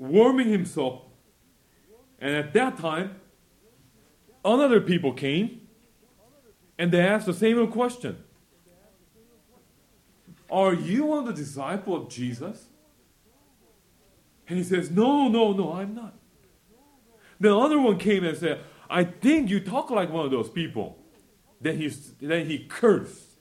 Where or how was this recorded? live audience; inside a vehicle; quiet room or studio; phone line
live audience